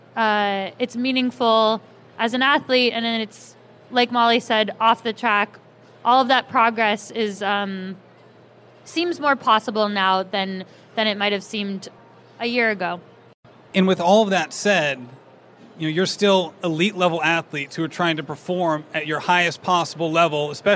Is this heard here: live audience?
yes